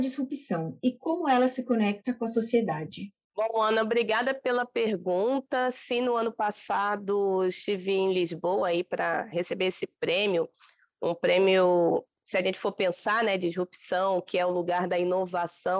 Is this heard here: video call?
yes